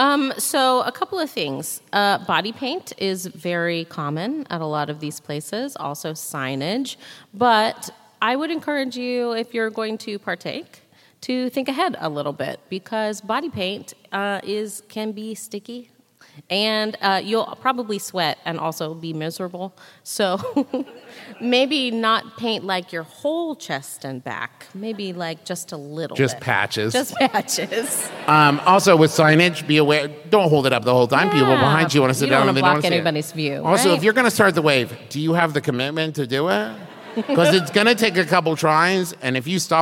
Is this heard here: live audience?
yes